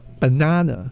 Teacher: It's the first and last A, the first and last A are schwa